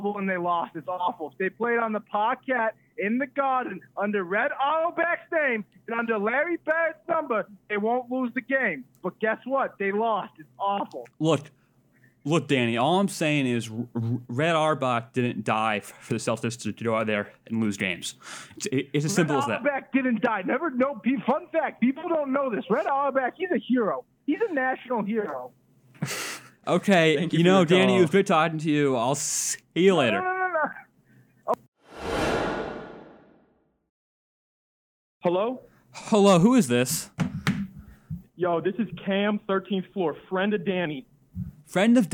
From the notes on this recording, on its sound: Lots of great phone calls